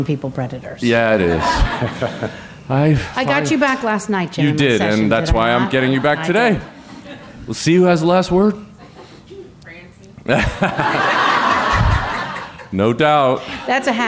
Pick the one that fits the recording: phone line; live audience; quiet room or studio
live audience